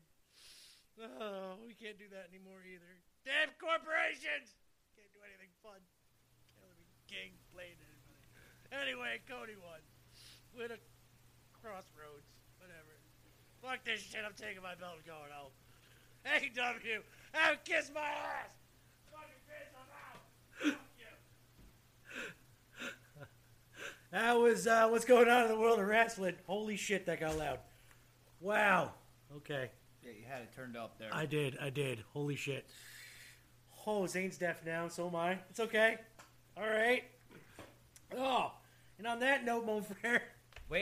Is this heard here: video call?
no